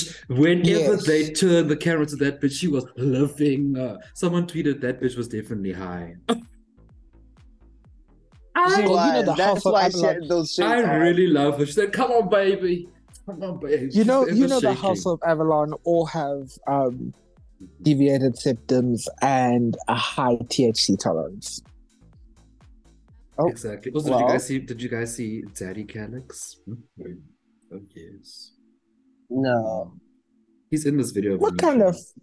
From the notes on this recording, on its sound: Join our three divas as they join the Zoom call one last time